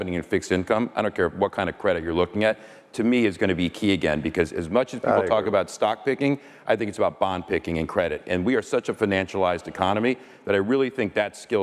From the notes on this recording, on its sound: Panel from iConnections Global Alts Conference. The Global Alts Conference in Miami.